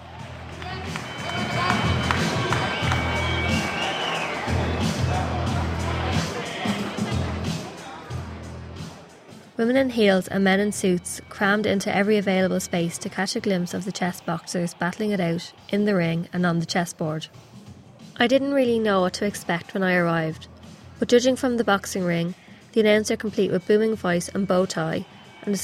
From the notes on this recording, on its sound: sounds from the fight night